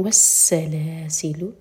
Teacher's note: جب ہم سین پڑھتے ہیں تو سیٹی والی آواز آنی چاہیے